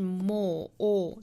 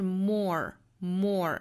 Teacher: 这个 more 英音是 more or 单元音，美音的话是 more more,有一个卷舌音